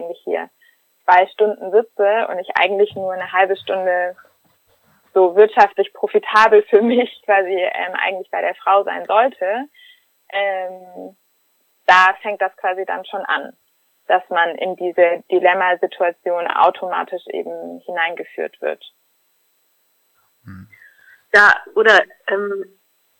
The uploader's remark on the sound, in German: Ausnahmsweise mal nicht live, dafür wie immer mit tollen Gästen. Am Telefon.